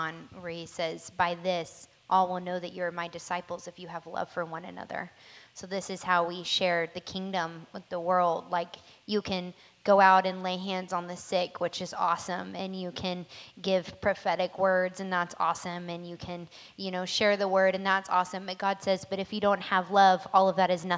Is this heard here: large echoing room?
yes